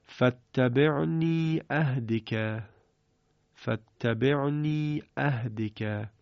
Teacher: خب با فتح وقتی خونده میشه یعنی اون ضمیر یه حرکت فتحه میگیره، اگر به اسکان خونده بشه دیگه حرکتی نمیگیره و ساکن و به صورت صدای کشیده خوانده میشود